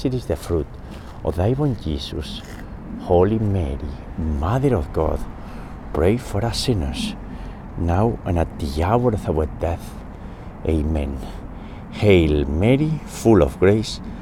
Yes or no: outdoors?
yes